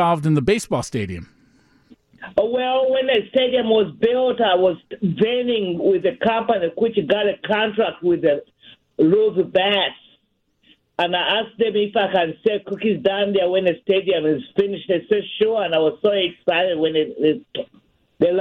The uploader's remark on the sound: joins the conversation over the phone